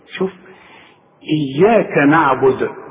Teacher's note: اياك الكاف دي مشدده، اتك عليها لانك بتخاطب الرحمن.